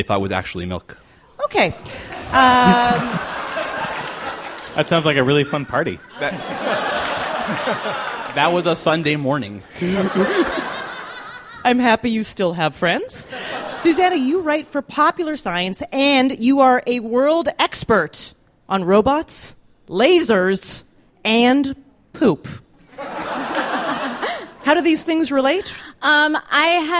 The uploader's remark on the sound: Live From The 2013 World Science Festival